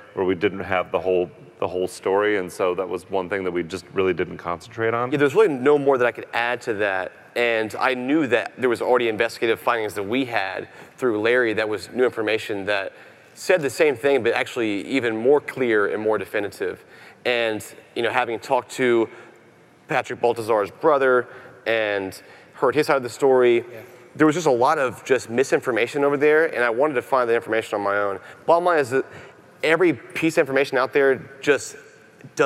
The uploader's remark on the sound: Live from CrimeCon 2018.